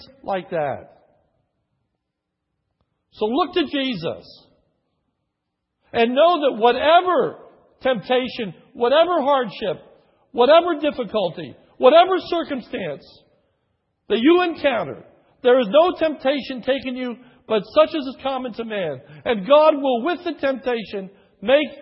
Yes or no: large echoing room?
yes